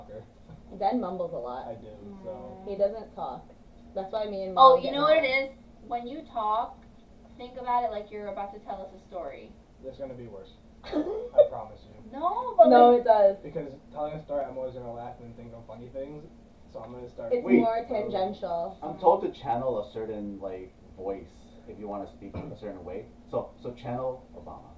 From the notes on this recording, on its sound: Featuring poor audio quality.